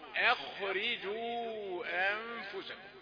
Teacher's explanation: في كلمة اخرجوا الهمزة رقيقة والخاء مفخمة. فلا تقل اخ.